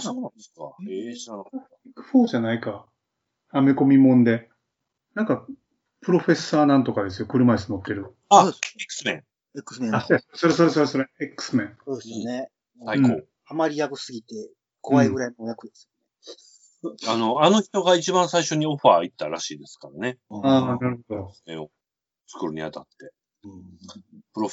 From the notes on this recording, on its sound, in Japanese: 自粛期間中のオンライン飲み会を収録してみました。酔っ払いのダダ喋り。